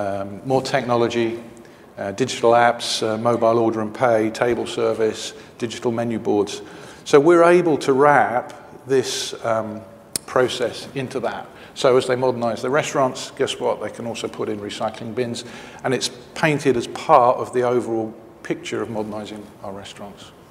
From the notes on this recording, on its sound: The best of live interviews from GreenBiz events.